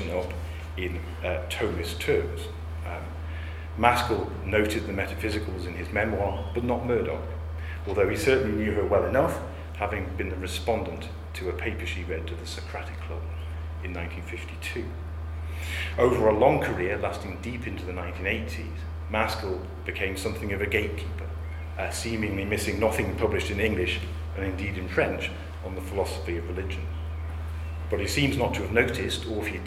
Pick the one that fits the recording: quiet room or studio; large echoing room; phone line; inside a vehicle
large echoing room